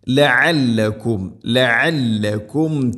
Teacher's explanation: ഇവിടെ ഐനിൻ്റെ ശബ്ദം അവർ മഖ്റജ് ശ്രദ്ധിക്കണം. തൊണ്ടയുടെ മധ്യഭാഗമാണ് ഐനിൻ്റെ മഖ്റജ്